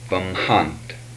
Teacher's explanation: These are aspirated nasals.